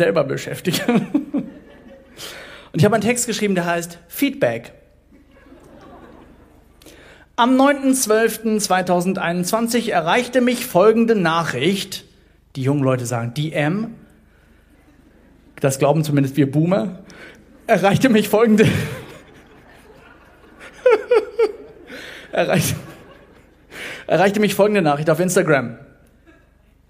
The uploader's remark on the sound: Poetry Slam Audio